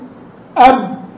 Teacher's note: لكن لما تقول أب وقف تماما وانحصر